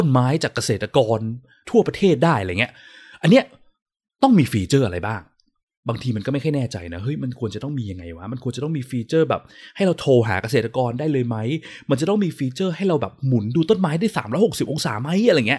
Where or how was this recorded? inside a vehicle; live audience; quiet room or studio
quiet room or studio